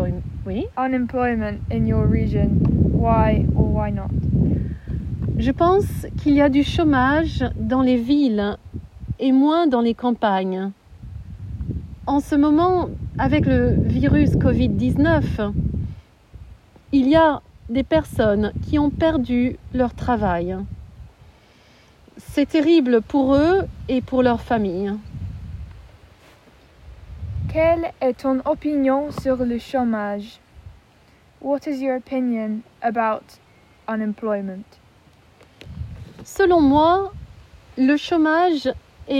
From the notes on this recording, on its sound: happened outside (Covid 19 restrictions)